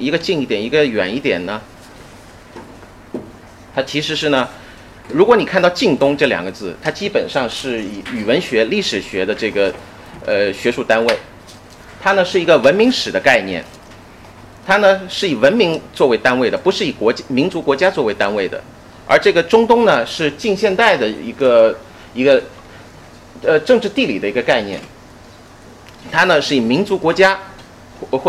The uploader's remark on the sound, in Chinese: 本系列音频是由“复兴论坛”系列讲座录音整理而成